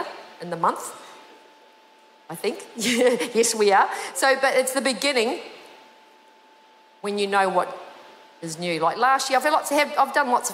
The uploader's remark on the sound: This was recorded in our 9am service on the 8th of Januray, 2023